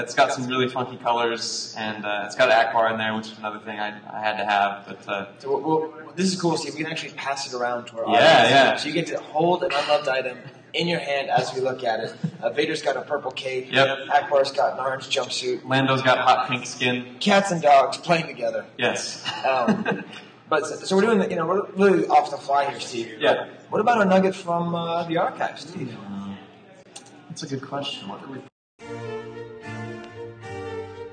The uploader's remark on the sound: The sound quality is a bit rough, and most of the room sale audio was lost. Our market watch is taken exclusively from data collected at the convention.